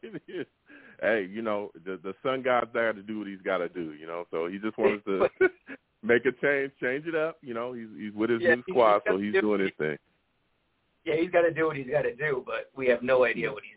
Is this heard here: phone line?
yes